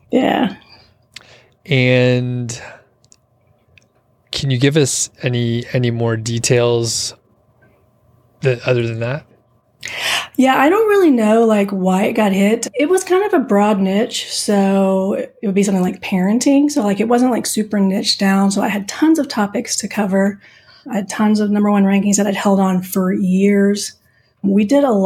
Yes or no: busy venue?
no